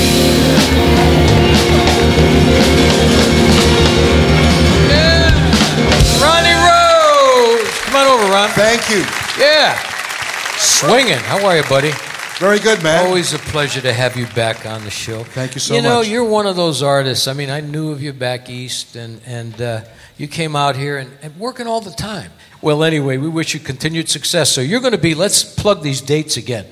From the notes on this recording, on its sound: Live at the South Point Casino